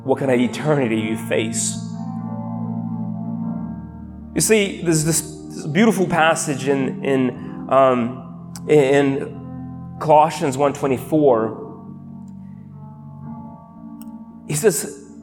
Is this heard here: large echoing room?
yes